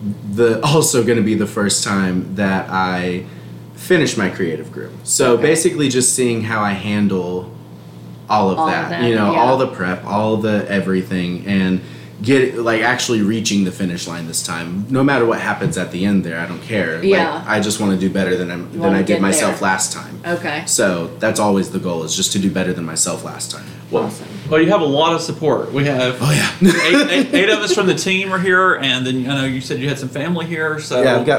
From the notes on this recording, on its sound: Live during night 1 of PetQuest!